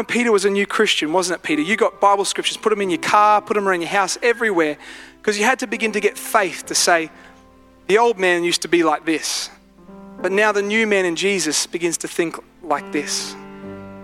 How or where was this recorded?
large echoing room